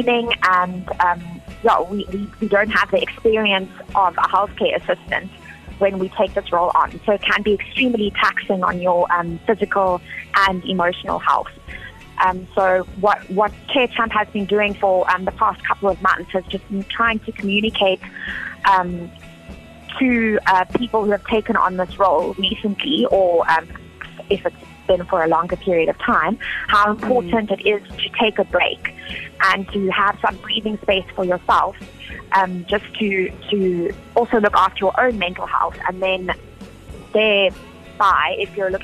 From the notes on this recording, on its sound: Carechamp (live telephonic).